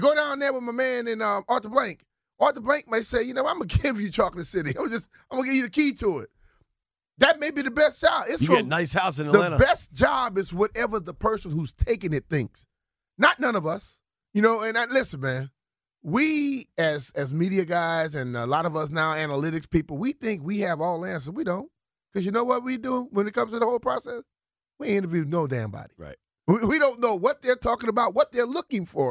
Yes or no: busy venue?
no